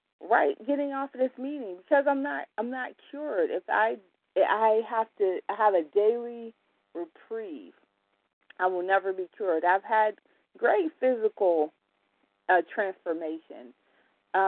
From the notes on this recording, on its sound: 100 Pounders Phone Meeting